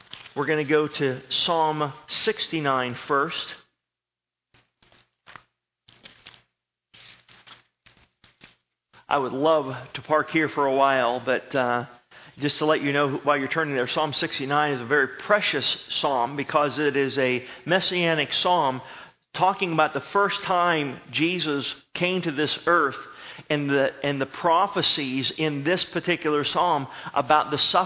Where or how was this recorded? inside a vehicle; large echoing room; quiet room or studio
large echoing room